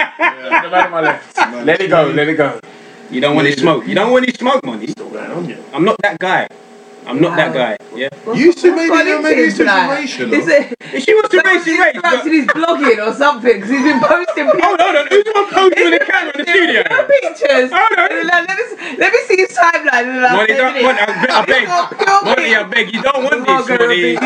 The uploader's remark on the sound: A technical issue has struck the Rival Show. Due to the interference of a feline (yes a cat) things didn't quite go to plan. Unfortunately the sound quality just isn't what we're used.